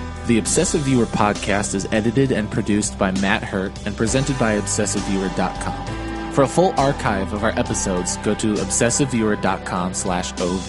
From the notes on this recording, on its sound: Review Long Shot in my car after a screening.